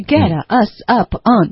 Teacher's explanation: up 也会连读，就变成 usup。OK，所以就是 get usup。OK，重音一定要放在 up 上，OK，因为这是重点，要把我们弄上去一个 platform，所以是 get us up on up 跟 on 也要连读，等于 get us up on 全部进行了连读